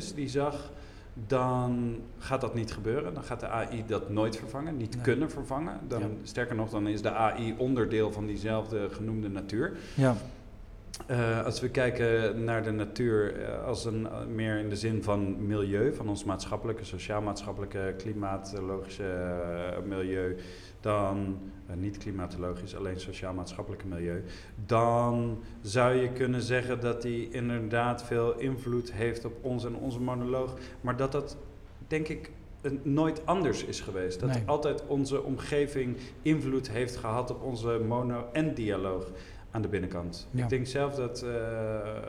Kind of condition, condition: setting, live audience